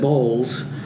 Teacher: When a southern person says boils, it comes out balls, and it might be something kind of close to what a British person said. · Term: southern accent